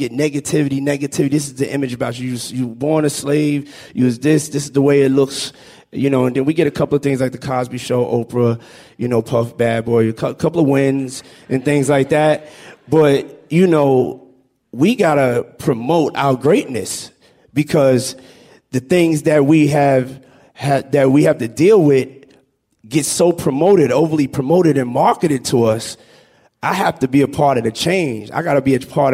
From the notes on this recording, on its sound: Held in front of an audience at the New School.